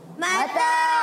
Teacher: میم پر زبر ہے بغیر کھینچے ادا کریں گے